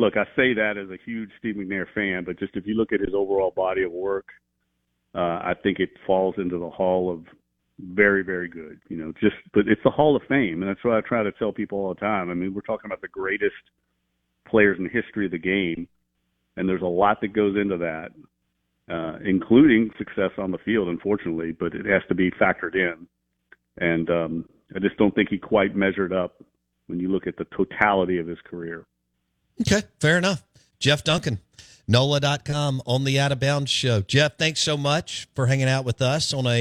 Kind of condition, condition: link, phone line